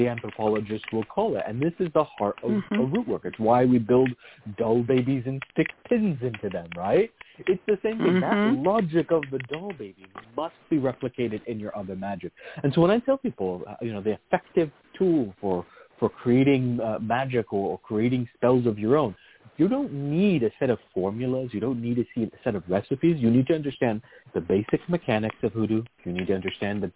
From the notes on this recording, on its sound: a real, live call-in show